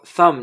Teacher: thumb 这个是轻辅音的，也就是声带不参与运动的